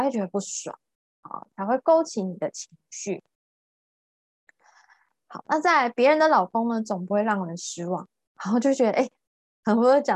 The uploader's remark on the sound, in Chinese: ZOOM線上公益講座